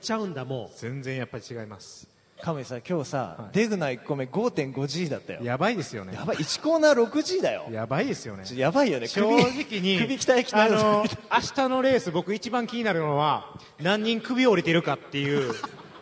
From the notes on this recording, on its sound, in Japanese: F1日本グランプリ前夜祭の模様をお送りします。F1日本グランプリからの音声データ。